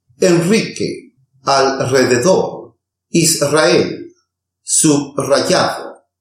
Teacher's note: The consonant R also sounds strong in the middle of a word when it's preceded by the consonants N, L, S and the prefix sub. Let's see some examples.